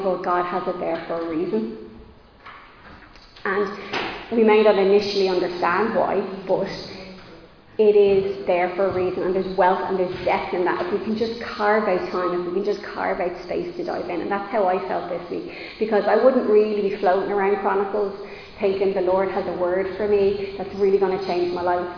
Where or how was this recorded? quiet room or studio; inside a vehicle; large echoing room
large echoing room